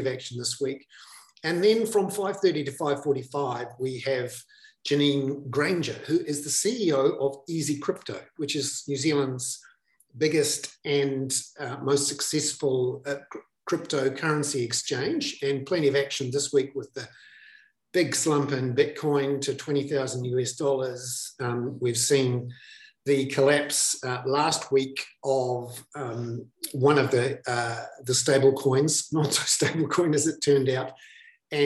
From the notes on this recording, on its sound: In this week’s live hoon webinar for paid subscribers, which is in recorded form above